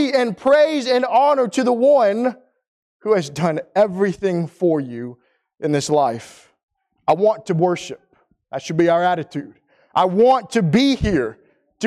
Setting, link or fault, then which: setting, large echoing room